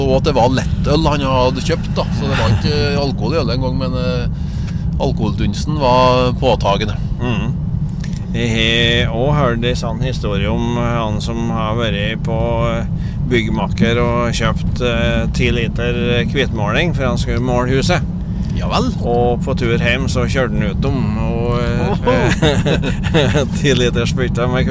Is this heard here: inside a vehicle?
yes